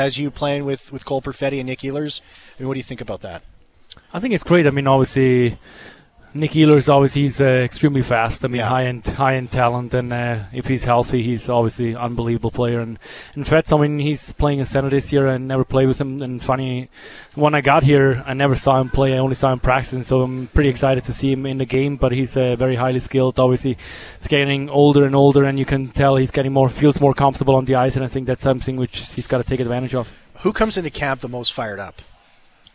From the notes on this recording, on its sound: live from the Hockey For All Centre in preparation for Jets Fan Fest.